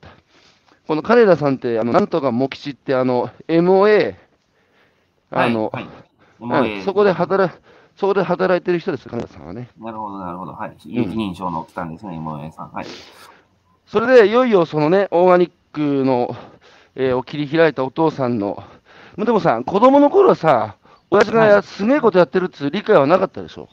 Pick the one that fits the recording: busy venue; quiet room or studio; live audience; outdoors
outdoors